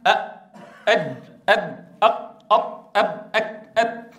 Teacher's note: إذن هذه حروف لا تقبل المط والتطويل، لا يجري الصوت في المخرج · Term: حروف الشدة